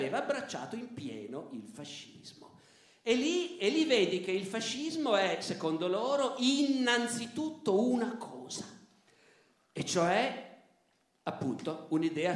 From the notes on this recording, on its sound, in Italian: Roma. Audio registrato in loco.